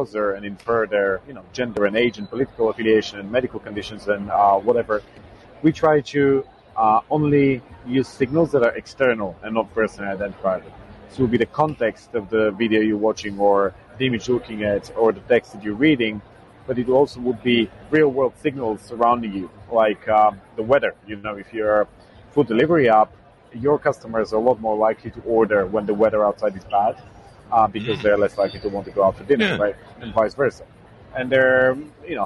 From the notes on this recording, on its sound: At Collision Conference 2022